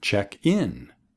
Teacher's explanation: con el énfasis en la preposición, check in.